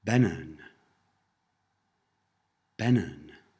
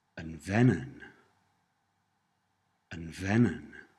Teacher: the first consonant of a feminine word softens after the word for the, which is un in Cornish · Shown in: second take